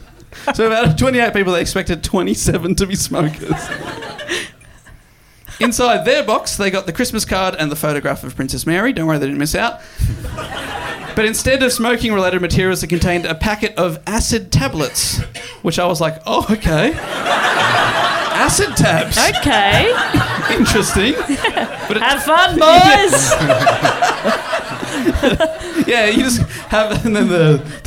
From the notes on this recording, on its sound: Recorded live at Basement Comedy Club in Melbourne. Do Go On acknowledges the traditional owners of the land we record on, the Wurundjeri people, in the Kulin nation.